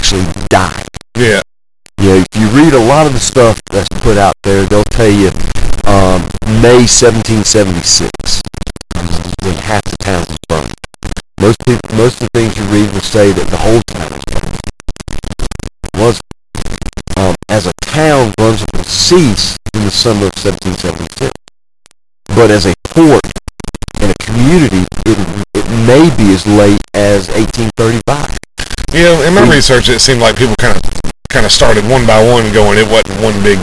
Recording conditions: background noise